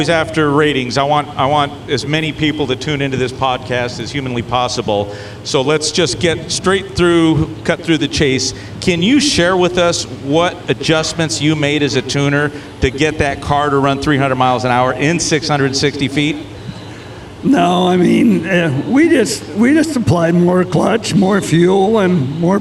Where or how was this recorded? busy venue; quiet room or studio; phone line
busy venue